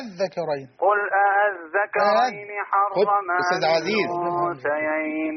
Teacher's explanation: هنجيب همزة بين الهمزة والألف · Term: تسهيل